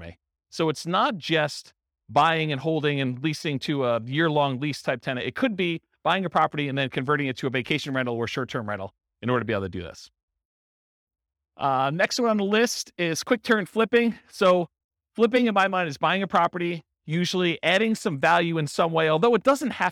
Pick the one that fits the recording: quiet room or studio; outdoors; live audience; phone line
live audience